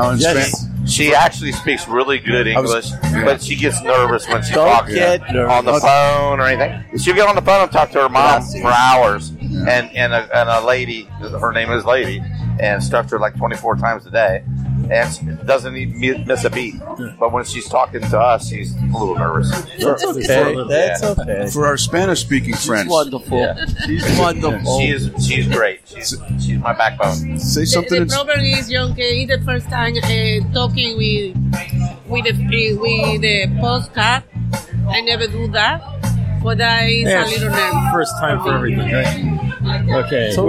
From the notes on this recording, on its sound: Find ourselves at Grumpy’s to record for the second week in a row. We are two days in to Hackapalooza 6.0 and find ourselves at Grumpy’s to record for the second week in a row. Grumpy’s Cigars & Lounge; Hudson NH.